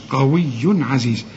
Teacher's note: لأن العين من حروف الإظهار، ما تغنش، قوي عزيز، وكلمة عزيز كلها مرققة.